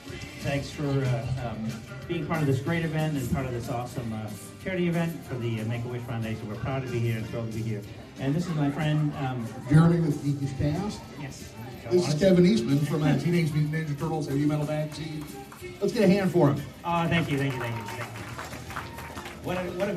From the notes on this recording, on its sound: moderated a Q and A panel at Tracy Comic Show